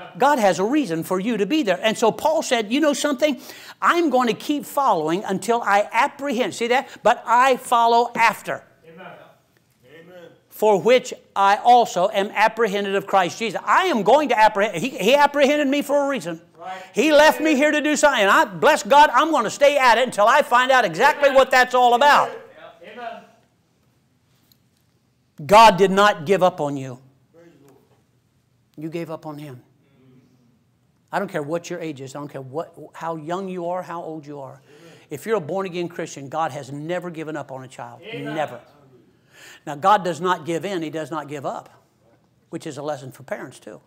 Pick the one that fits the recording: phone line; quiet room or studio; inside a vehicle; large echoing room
large echoing room